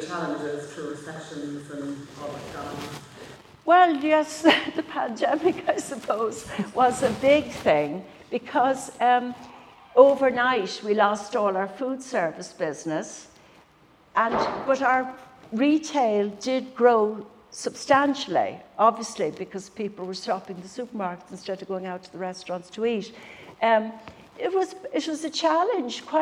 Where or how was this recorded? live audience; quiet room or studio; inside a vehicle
live audience